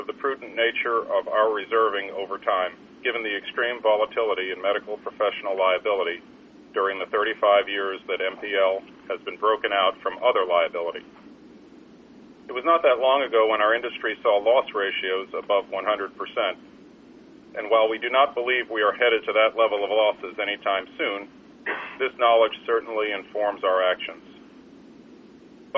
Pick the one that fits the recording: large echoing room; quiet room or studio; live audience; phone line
phone line